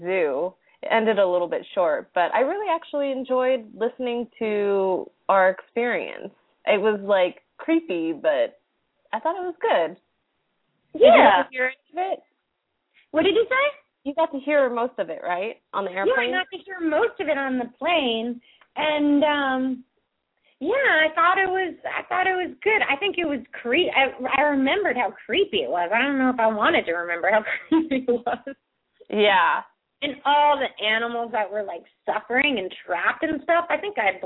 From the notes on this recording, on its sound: open up the lines for listeners to call